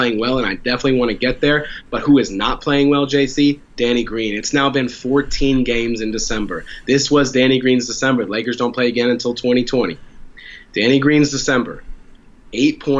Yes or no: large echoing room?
no